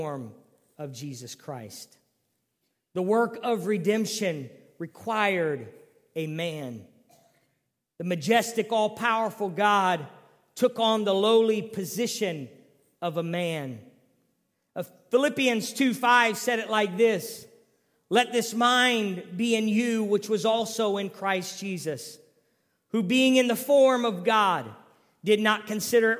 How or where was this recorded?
large echoing room